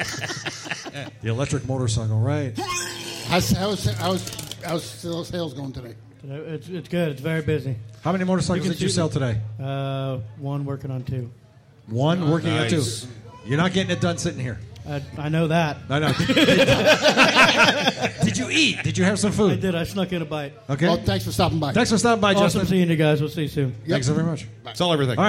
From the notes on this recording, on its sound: Live from Bergen Harley Davidson.